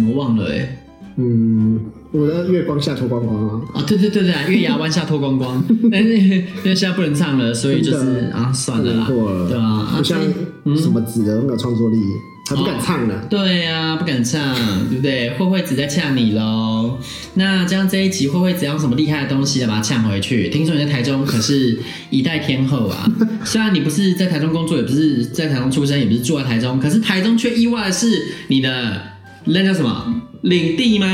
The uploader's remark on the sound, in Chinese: 本集是手機錄音